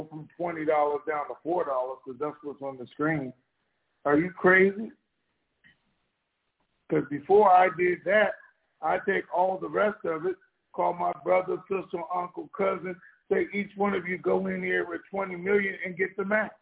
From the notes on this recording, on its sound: TNTSuperfantastic Conference Call